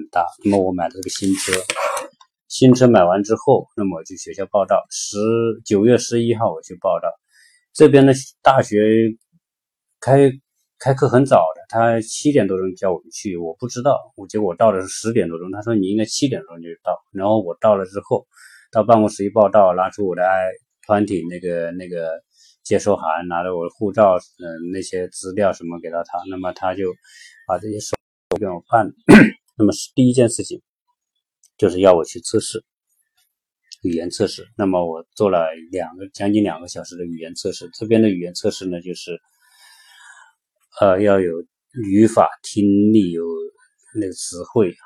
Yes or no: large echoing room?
no